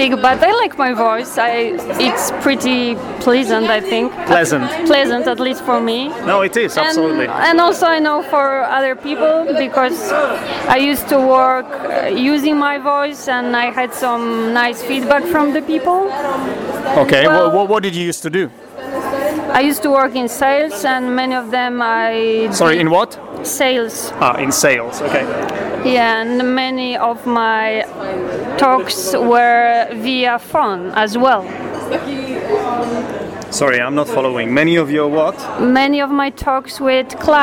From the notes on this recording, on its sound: That changed when I went to Poland to visit a student of mine and a listener of this podcast. Did this podcast together in a cosy Polish pub, so prepare for some background noise.